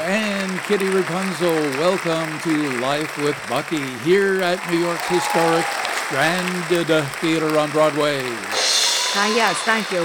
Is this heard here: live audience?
yes